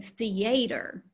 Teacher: in the South, sometimes they put emphasis on the unstressed syllable. So you could say theater instead of theater, theater.